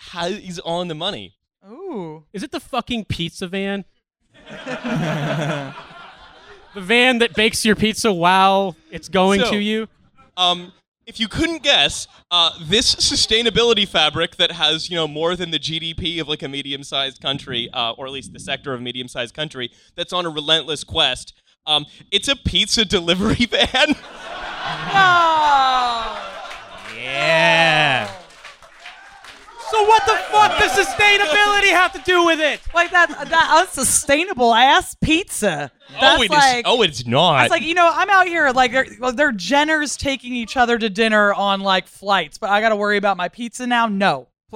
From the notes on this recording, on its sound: Please enjoy this live recording of Trasfuture live in London on December 3, 2019!